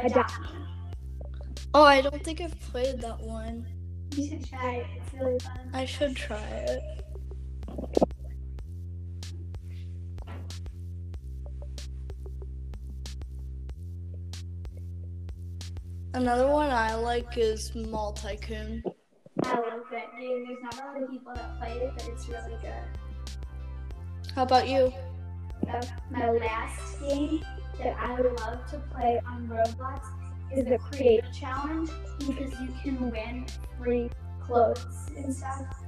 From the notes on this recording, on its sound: Sorry it’s staticky.